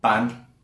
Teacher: Ban. Falling tone. Okay, so fourth tone.